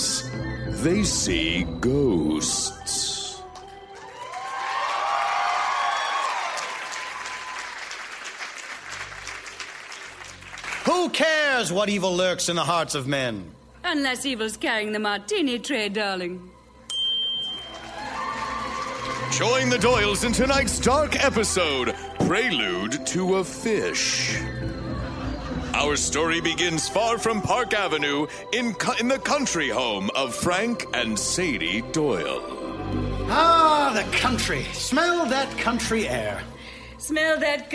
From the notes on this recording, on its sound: Recorded Live 2/1/2014 at Largo, Los Angeles.